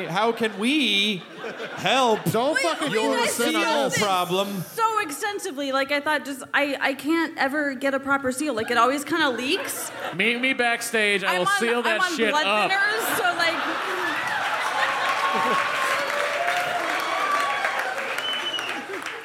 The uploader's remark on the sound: It's the Nerdist live from the Twin Cities!